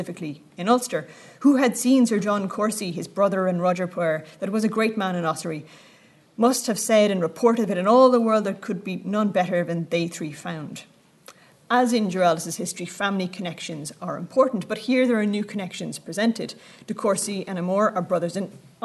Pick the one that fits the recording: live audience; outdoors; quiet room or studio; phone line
live audience